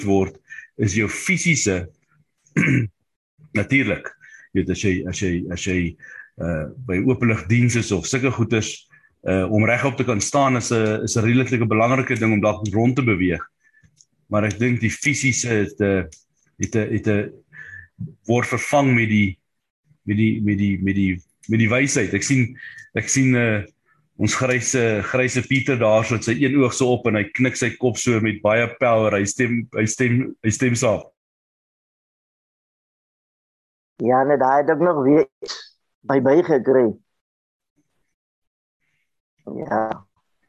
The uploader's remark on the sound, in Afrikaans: Zoom Byeenkoms 27 Januarie 2022